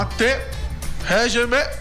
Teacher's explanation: você vê como a sílaba tônica é sempre a última